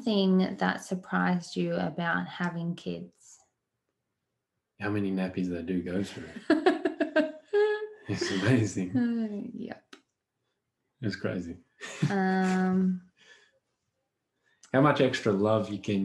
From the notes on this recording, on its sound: the live Q&A we did in the Wholesome Mumma Facebook Group